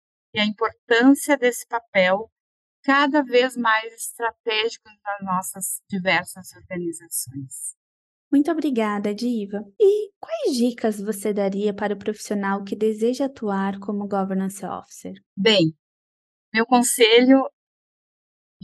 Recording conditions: video call